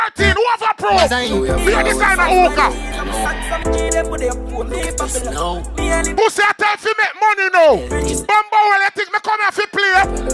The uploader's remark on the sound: Live At Toxxic Tuesdays